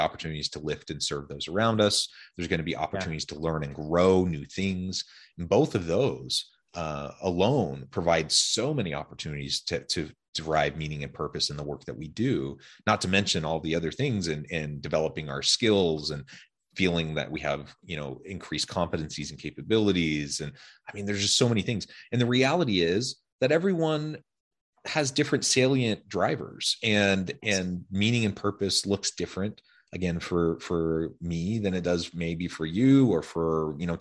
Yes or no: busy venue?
no